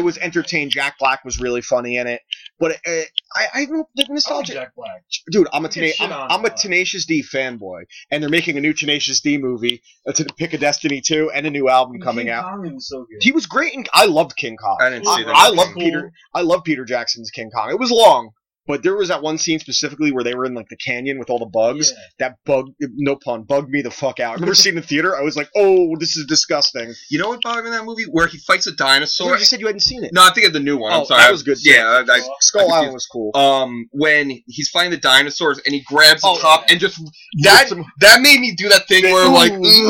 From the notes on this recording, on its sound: audio issues plagued this episode so we salvaged the best we can